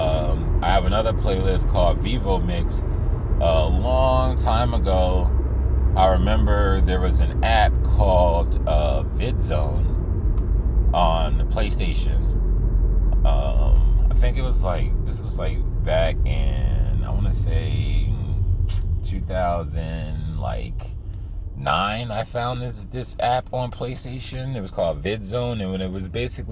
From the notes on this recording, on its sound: I recorded this in my car so please disregard any annoying background noise.